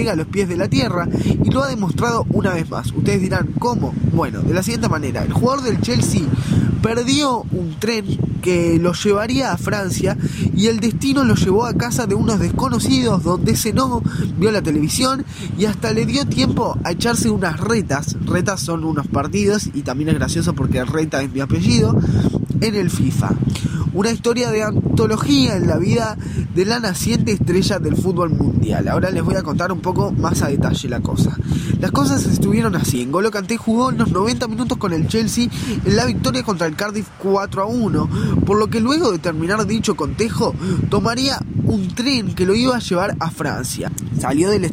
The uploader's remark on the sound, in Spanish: Esta vez desde Villa Argentina, casi en la playa (disculpen el ruido del viento y disfruten el de las olas).